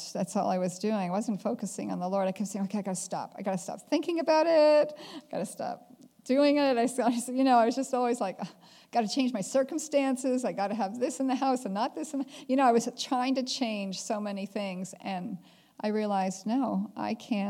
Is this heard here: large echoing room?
yes